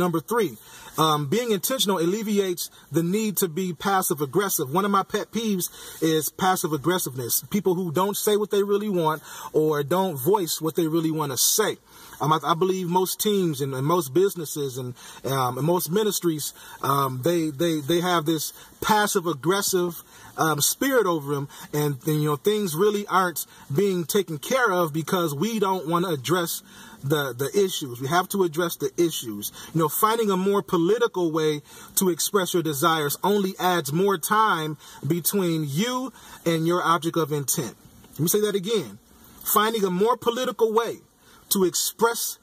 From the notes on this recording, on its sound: Podcasting from my car.